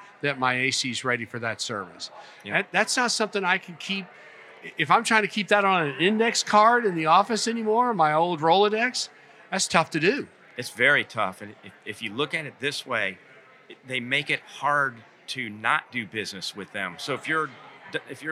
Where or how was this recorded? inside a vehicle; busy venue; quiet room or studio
busy venue